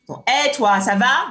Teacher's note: le français parlé au Cameroun, en tout cas dans les interactions courantes, va être marqué par une courbe prosodique plus variable, avec de grands écarts au niveau mélodique · Term: écarts mélodiques